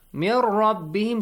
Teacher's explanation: When noon is merged, okay, so the ra sound is there. Then meme is simply joined with that sakin ra. Mir rabbihim, noon is sacrificed actually here, okay? · Term: idgham